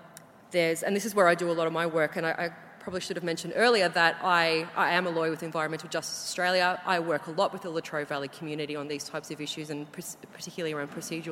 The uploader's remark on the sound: Environmental Justice 2017 Conference Keynote. From the 'Environmental Justice 2017' Conference, held at the University of Sydney.